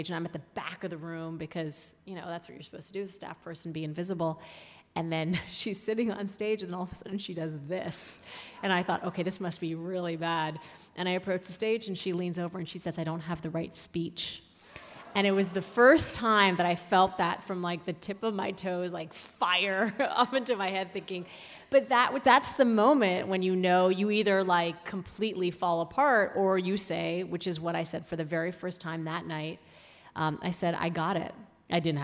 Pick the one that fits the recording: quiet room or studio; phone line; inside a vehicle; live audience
live audience